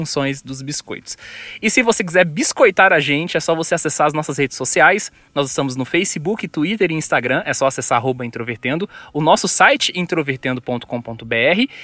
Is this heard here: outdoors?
yes